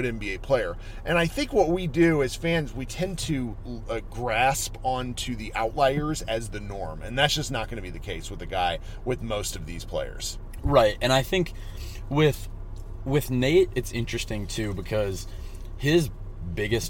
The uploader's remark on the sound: Came out to Vegas. We recorded in a car with the AC running so the audio might sort of stink.